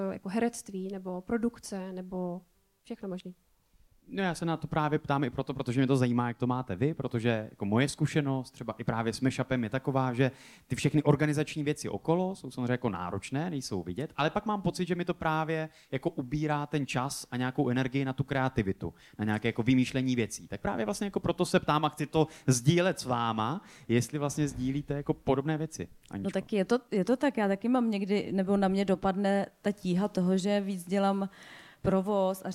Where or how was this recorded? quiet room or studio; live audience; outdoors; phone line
live audience